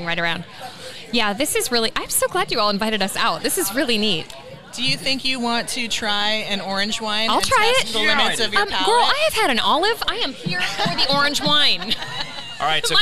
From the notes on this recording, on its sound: This episode is our first ever ON LOCATION recording, and we can't thank the incredible staff at SAIL AWAY WINE for hosting us! Sail Away Wine is located in North Kansas City, near the intersection of Swift Ave and Armour Blvd.